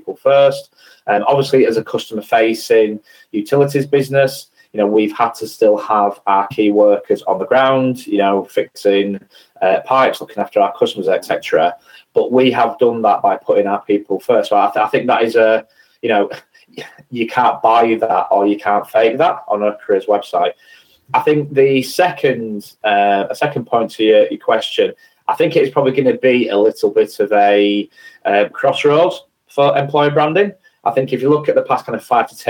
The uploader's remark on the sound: I hosted a webinar organised by Attrax. I'm delighted to be able to bring you the live audio recording we made of the webinar.